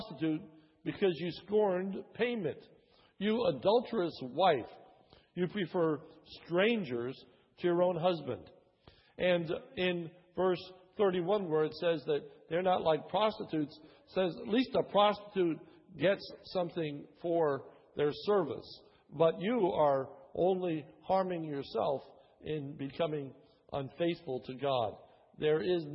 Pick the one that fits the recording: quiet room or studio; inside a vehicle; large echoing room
large echoing room